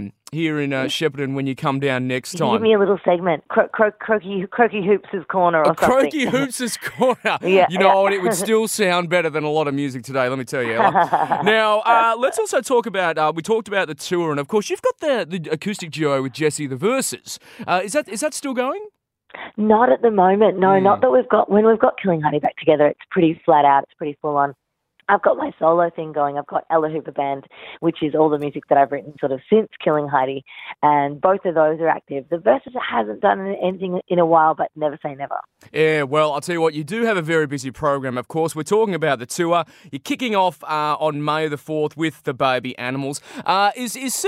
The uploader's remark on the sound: jumped on the phone